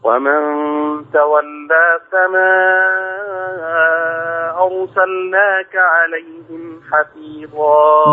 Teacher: حفص يمد 4 ورش يمد 6